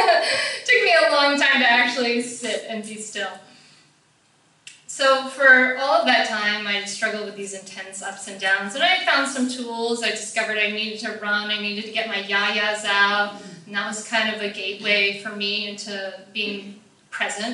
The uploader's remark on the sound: Taken from a live talk I did last October at the Mindful Mom Revolution event. Taken from a live talk I did last October at the Mindful Mom Revolution event.